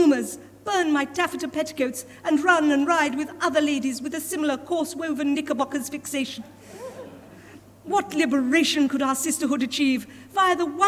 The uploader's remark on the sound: Recorded live before an audience at Colchester Arts Centre on 20th December 2023.